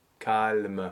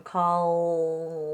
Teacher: The L in French has to be treated like the Italian L, meaning that it's articulated at the tip of the tongue. · Shown in: first take · And not the American calm.